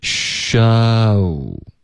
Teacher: sha 开头嘴巴会张开，然后后面再嘟嘴